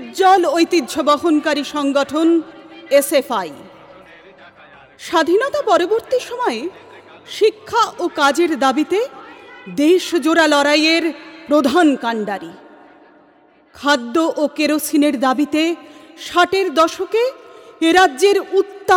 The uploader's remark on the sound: SFI 35th WB State Conference Audio.